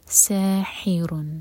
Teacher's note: ہا حلق سے اور سین پر سیٹی والی آواز